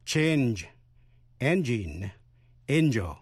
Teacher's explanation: NG phát âm là j trong change, thay đổi.